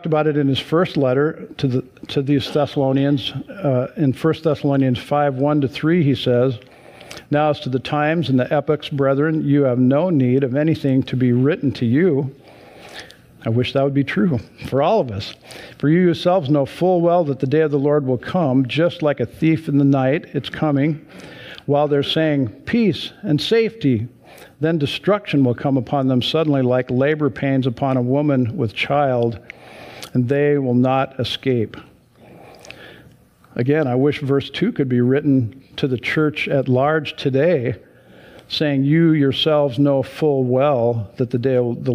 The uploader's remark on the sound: Sunday church service livestream.